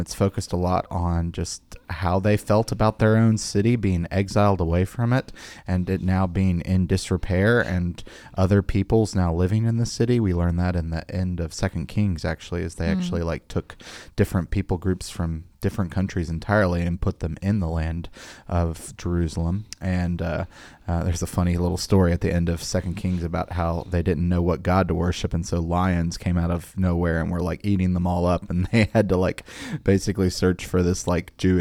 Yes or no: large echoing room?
no